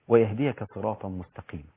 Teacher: الصراط أصل الكلمة في اللغة بالسين، الصراط سين راء ألف طاء، ولكنها رسمت في القرآن بالصاد حتى يكون المعنى بالتفخيم واحد، الصاد مفخمة والراء والطاء كذلك، فيكون فيها سهولة في النطق